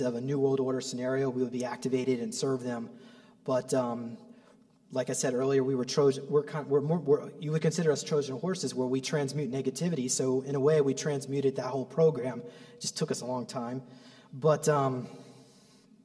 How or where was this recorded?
live audience